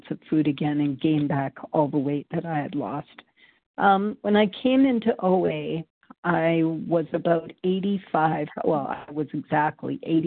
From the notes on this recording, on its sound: from the 100 Pounders Phone Meeting